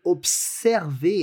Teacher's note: what we're actually looking at in French is the S sound, so a voiceless or an unvoiced s, like Sue, the name Sue, versus zoo, where you find animals.